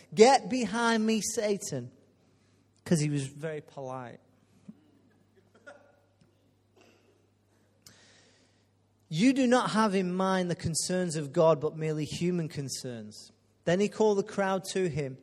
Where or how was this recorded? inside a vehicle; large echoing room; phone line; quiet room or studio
large echoing room